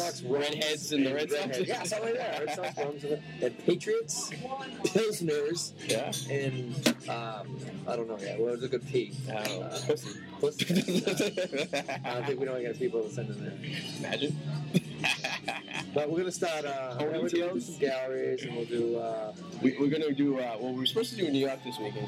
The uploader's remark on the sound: live At a restaurant revere